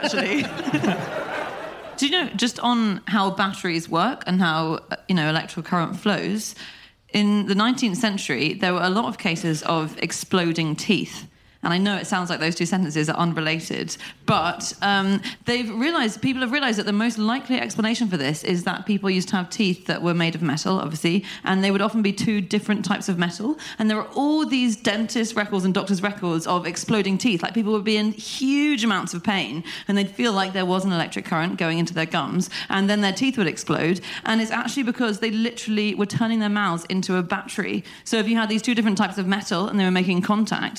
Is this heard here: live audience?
yes